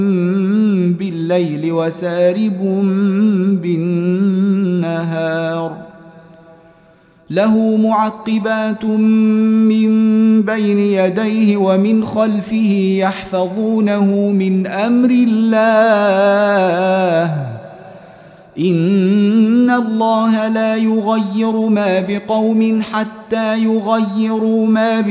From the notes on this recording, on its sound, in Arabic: مسجل من صلاة التراويح بمسجد السلام بحي مشرفة بجدة.